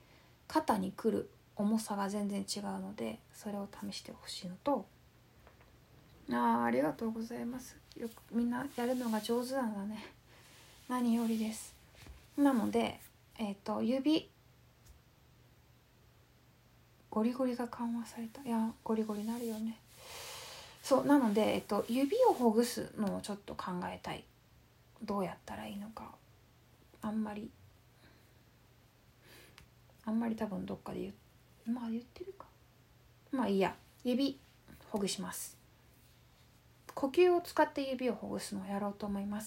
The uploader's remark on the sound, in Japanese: インスタライブの録音です。